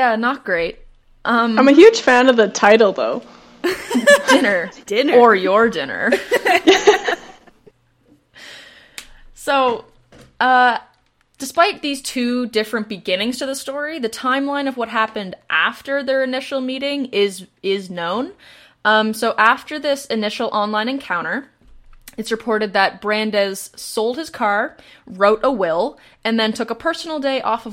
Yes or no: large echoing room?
no